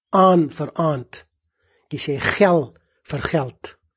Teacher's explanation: Jy het wat die taalkundiges noem schwa verlaging, soos wanneer jy sê galoef, gatrap, gaveere, en dan die verskynsel wat met die groot term beskryf word, homorgane eindluster vereenvoudiging